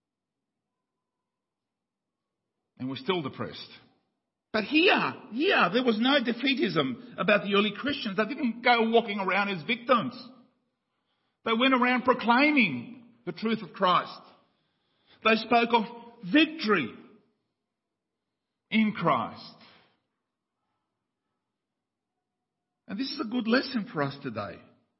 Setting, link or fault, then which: setting, large echoing room